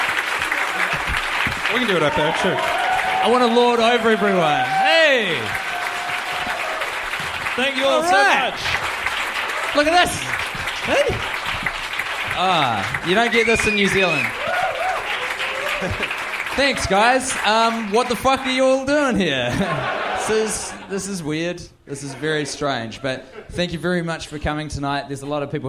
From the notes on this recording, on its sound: Question and Answer session at Cinefamily, LA. A packed out audience of about 150 fans had their opportunity to ask what needed to be asked. Here are the questions which were off-mic from the crowd.